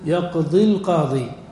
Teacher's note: لو قلت يقضي القاضي بالحق، الياء ساكنة والقاضي مبدوءة بأل، فتكون مبدوءة بساكن عند الوصل، فنقول يقضي القاضي، فنحذف الساكن الأول لأنه مد، لكن نحذفه في النطق دون الكتابة · Term: التقاء الساكنين